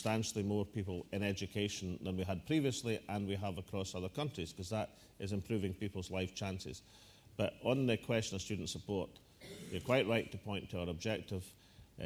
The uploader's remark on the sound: National Economic Forum: 1 February 2012: Welcome, First Minister’s opening address and Q&A session